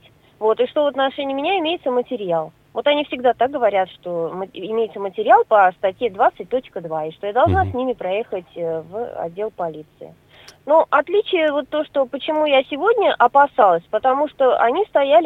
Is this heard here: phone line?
yes